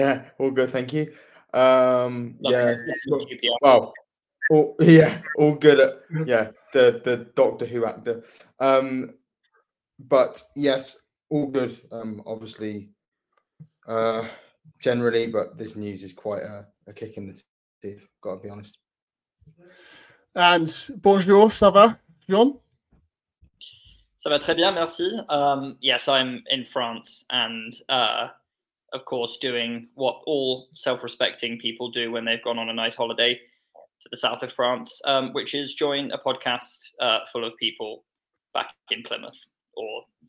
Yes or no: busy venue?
no